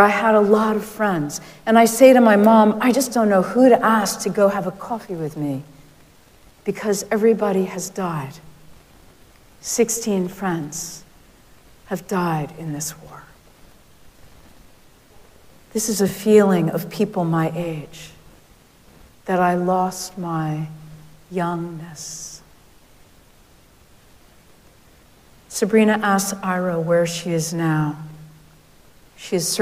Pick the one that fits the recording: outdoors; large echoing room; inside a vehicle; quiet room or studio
large echoing room